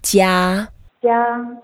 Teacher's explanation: 家 is the first tone, and then we just keep it flat.